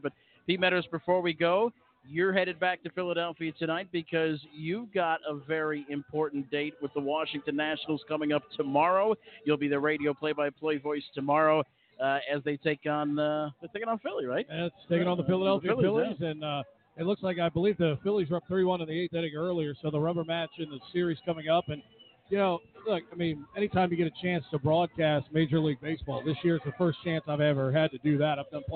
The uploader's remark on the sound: Kicks off the first of two live remotes at The Meadowlands on Saturday night.